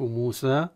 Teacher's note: وكذلك عند الوقف نقف موسى بالمد الطبيعي الذاتي الأصلي بمقدار حركتين